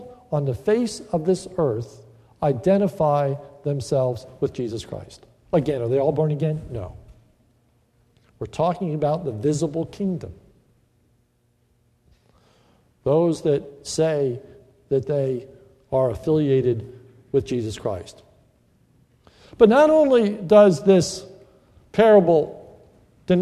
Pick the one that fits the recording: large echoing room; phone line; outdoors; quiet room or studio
large echoing room